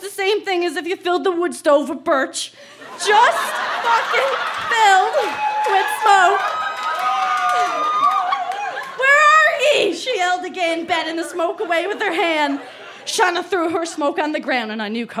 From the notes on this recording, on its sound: Recorded live at The Company House in Halifax, NS.